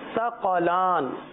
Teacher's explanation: سا ہے بغیر سیٹی کے ساتھ ادا ہوگا ثقلان